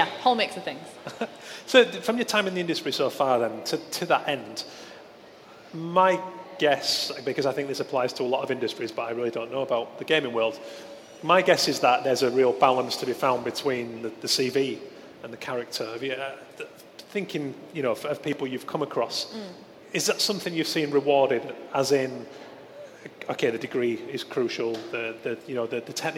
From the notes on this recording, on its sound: Live - D&AD New Blood Fest. In front of a live audience at D&AD New Blood Festival.